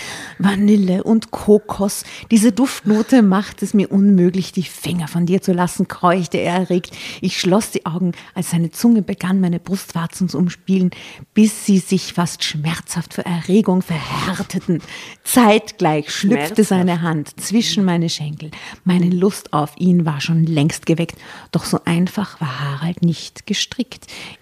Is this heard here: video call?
no